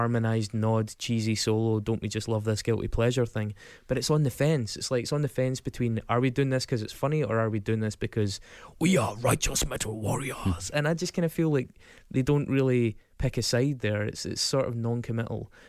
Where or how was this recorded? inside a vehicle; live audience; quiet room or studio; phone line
quiet room or studio